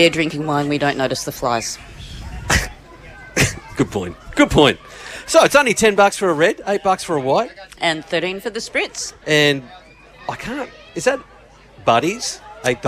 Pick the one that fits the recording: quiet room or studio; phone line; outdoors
outdoors